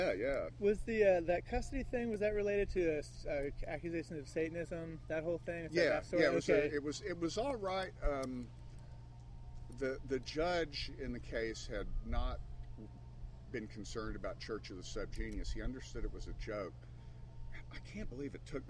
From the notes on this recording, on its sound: recorded at Starwood Festival XXX on Wisteria Campgrounds